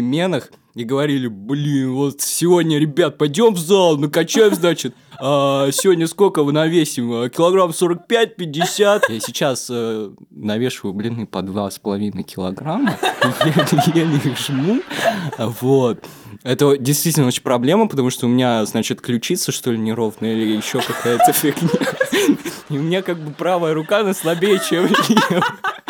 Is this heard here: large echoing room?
no